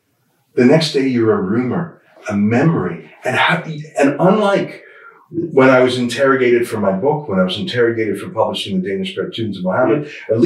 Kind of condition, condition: fault, poor sound quality